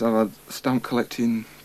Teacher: H dropping in the phrases I've had